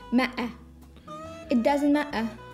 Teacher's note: То же слово matter можно произнести из glottal стоп